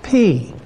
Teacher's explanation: You got to say that with a falling tone.